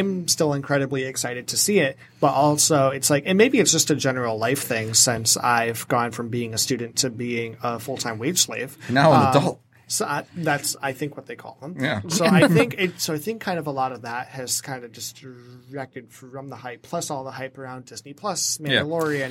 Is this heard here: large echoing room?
no